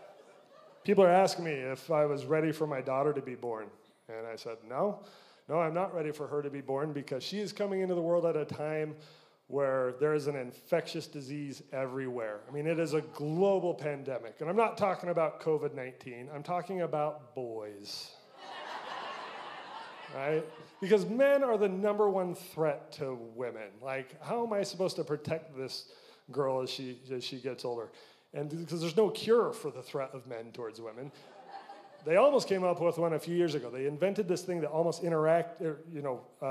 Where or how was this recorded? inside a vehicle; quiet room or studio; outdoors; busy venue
busy venue